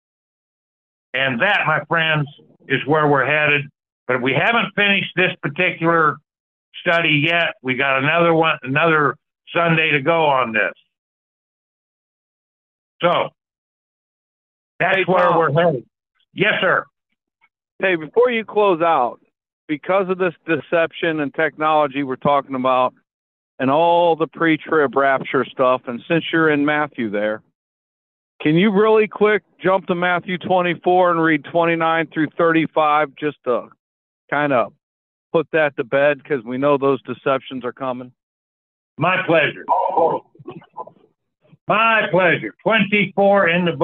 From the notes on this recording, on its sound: Call in Bible Study